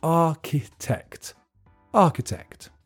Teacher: there's a ch in the middle that's just pronounced k, and the middle syllable is weak